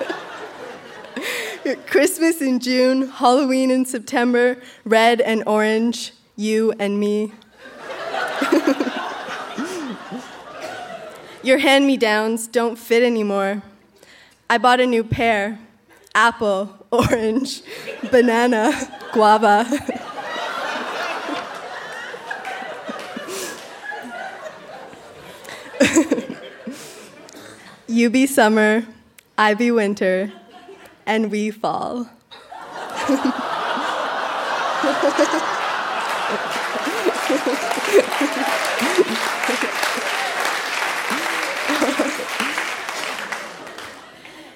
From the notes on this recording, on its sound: Recorded live at the Park Theatre in Winnipeg.